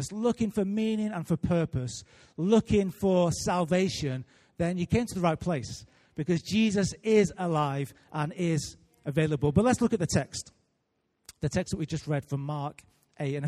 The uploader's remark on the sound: Recorded live at Life Church Lancashire